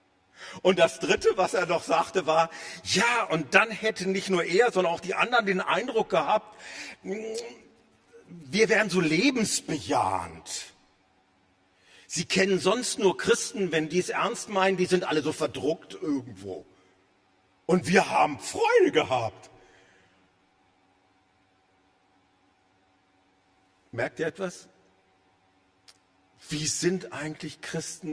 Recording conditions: large echoing room